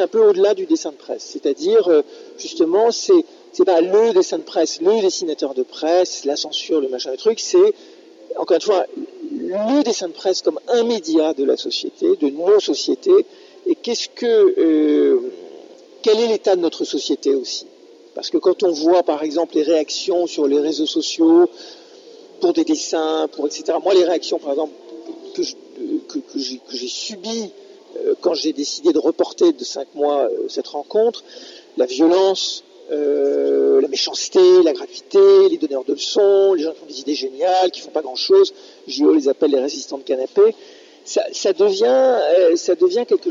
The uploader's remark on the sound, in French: Emission réalisée en direct du mémorial de Caen le 11 septembre pour les rencontres du dessin de presse